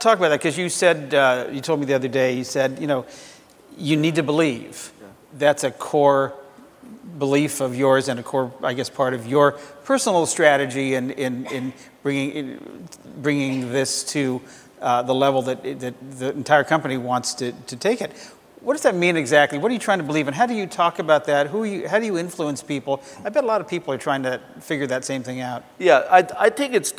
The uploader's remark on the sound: The best of live interviews from GreenBiz events.